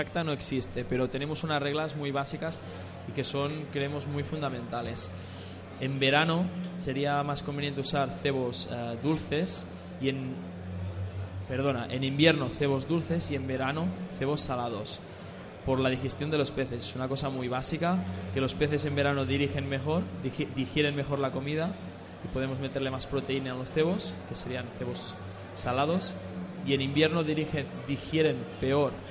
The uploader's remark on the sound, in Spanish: desde Carpmadrid en Directo